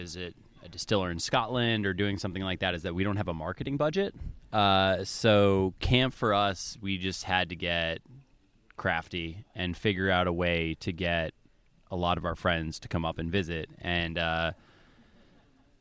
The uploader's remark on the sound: Joined the Shacksbury Cider team for their annual Harvest Camp (also known as Shackscamp)! Hosted at Camp Betsey Cox in Pittsford, Vermont. We gathered the whole crew around a picnic table to record a special on-location episode of HRN Happy Hour.